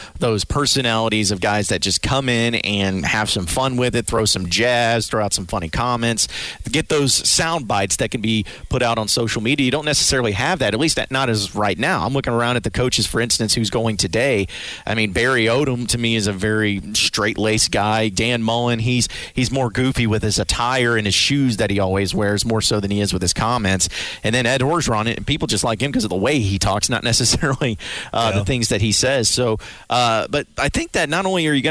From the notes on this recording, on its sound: Kick off SEC Media Days LIVE from Hoover.